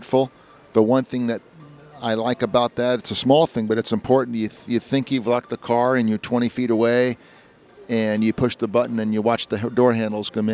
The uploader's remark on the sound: Live at the LA Auto Show